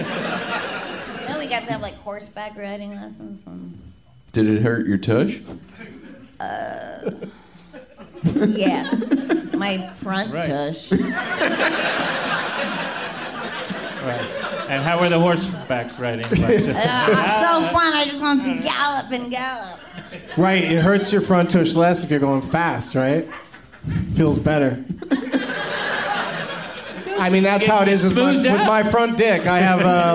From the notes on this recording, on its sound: Live from Cinefamily